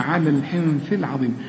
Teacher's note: إنما عند الوصل بلغيها على الحنث، بشبك اللام مع اللام على ال، شوف على الحنث، وفي عندي نون اهي وبعدها الثاء لازم اغنها